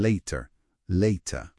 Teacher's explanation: esa vocal neutra, la schwa, ese sonidillo relajado en finales como air en later, later.